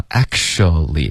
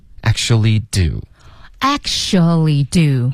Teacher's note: 这个 t 其实会省略，然后 k 直接连到 xu